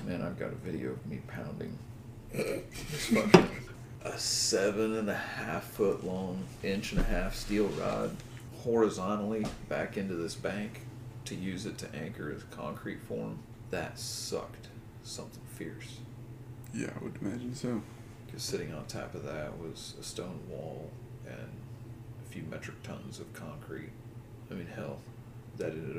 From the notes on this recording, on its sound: we experimented with what a dryer would sound like in the background.